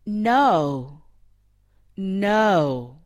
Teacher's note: Notice the N go up and the vowel go lower.